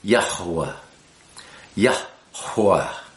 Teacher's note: Hey is a breath, ha, yah, and then wa, hey, wah, yah, hua, you'll hear me pronouncing that hey in the center with a little more emphasis, Yahuwah, Yahuwah.